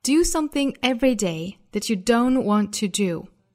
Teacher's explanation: 我们注意 that 和 you 两个虚词做弱读，那这里的 that 元音从 a 变成了 a，起到连接作用的 that 一般呢是要做弱读，读成 that。后面的 you 也可以弱读，那这两个词呢还可以同化 that you do something every day that you 再看后面 you don't want todo， don't 尾部的 t 和 want 尾部的 t 我们都可以略掉。